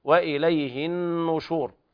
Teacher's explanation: ننبئ أحبابنا الكرام على الغنة في النون وضم الشفتين في النون أيضا